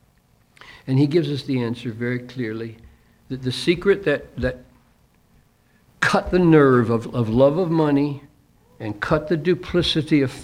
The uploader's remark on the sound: delivered this message at a chapel for Crossway Books.